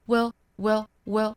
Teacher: 读一个 we 之后带出舌侧音 will，读得比较快的话我们听起来就是这样了， will will will 也是有可能的哈，那它的元音其实是有一点变化的，所以说 we 这个词它如果弱读的话有可能元音仍然是一个紧音的 we 这个 e 的音，也有可能变成了一个松口的 a 的音 we wewe，再加后面舌侧音就是 will